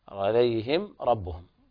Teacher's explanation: الميم ليس فيها غنة، إظهار شفهي